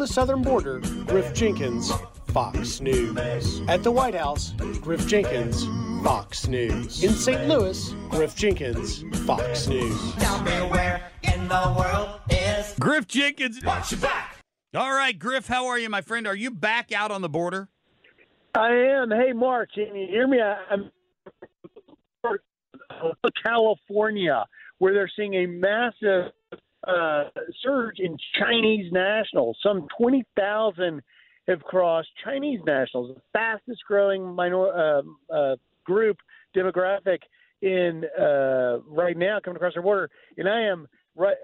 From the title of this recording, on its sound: reports live from the Southern Border